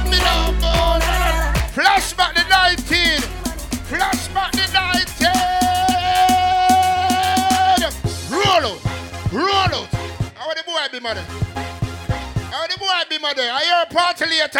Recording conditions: busy venue